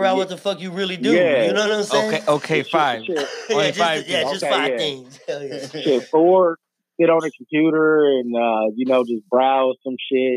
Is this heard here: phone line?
yes